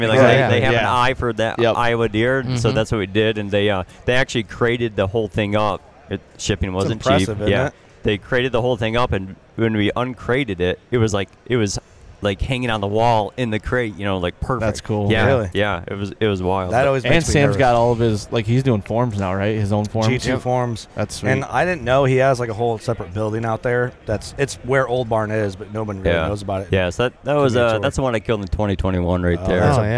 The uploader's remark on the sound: Working Class Bowhunter at ATA. While we where at the ATA show.